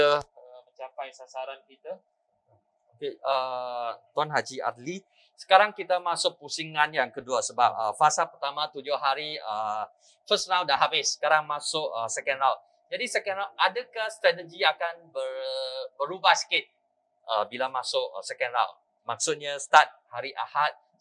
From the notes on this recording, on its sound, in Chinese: 本集访谈为现场录音，收音效果不佳，收听时造成任何不适，敬请原谅。